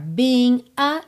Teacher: Being a, ele juntou pelo N